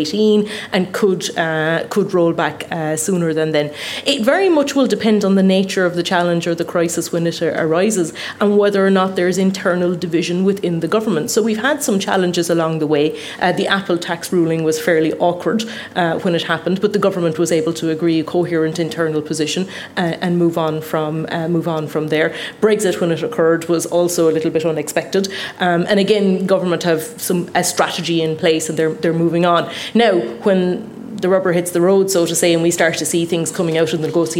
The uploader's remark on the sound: The first ever episode of Inside Politics recorded in from of a live audience.